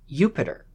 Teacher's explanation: a J in Latin actually has a Y sound, a Y. So Jupiter is more accurately pronounced as Jupiter.